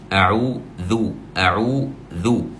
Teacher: حرف الذال هو مخرجه من طرف اللسان ذال وملاصق يكون مع أطراف الثنايا العليا